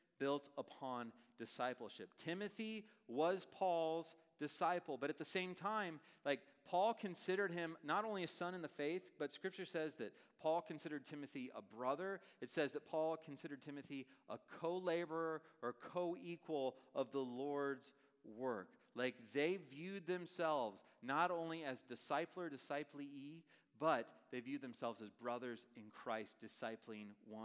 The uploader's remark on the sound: Message preached on August 24, 2023 at a Thursday Night Gathering of Coram Deo College Ministry.